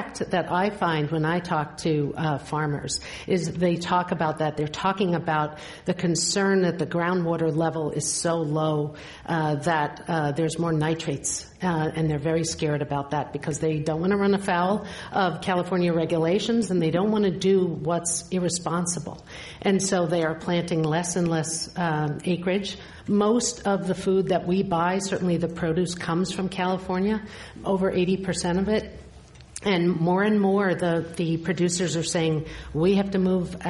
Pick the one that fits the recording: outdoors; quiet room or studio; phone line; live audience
live audience